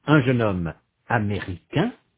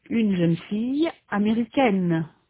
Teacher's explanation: In sound, the feminine forms américaine and italienne have a final consonant n that the masculine forms do not. Furthermore, in the masculine form, the final vowel is nasal. In the feminine form, it is not.